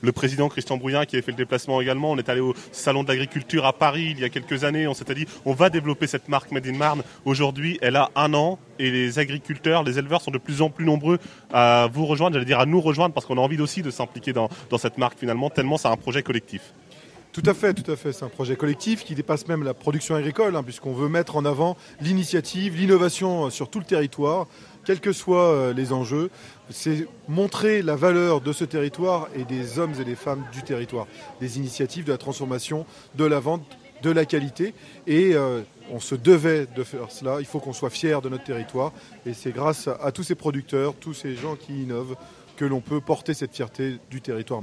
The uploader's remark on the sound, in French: RCF en direct de la 76e Foire de Châlons.